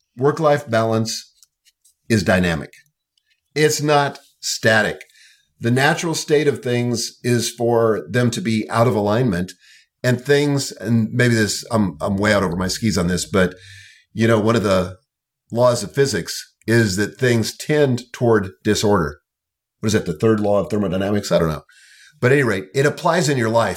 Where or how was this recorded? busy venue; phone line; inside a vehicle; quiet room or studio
quiet room or studio